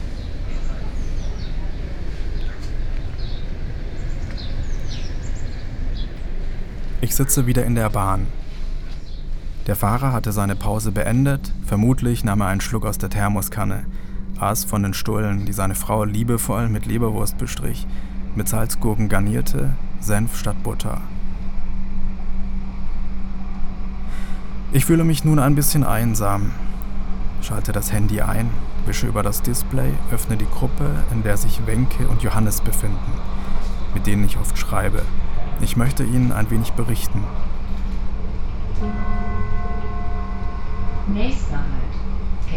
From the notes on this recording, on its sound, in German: Schwerin, durch die Platte - Eine Straßenbahnfahrt in Grau. (gemacht zum Hören mit Kopfhörer, binaural Stereo). Die Straßenbahnen fahren im Minutentakt durch die Häuserschluchten, nah an der Kante des Schweriner Sees. Meine Eindrücke kommentiere ich. Live per Audio Handynachricht. WhatsApp Gruppe "Stadtbahnfreunde".